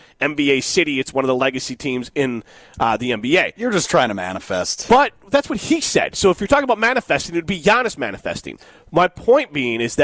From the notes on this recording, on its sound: Broadcast live from the Forward Club in Breese Stevens Field ahead of the Forward Madison FC match against Colorado Hailstorm FC.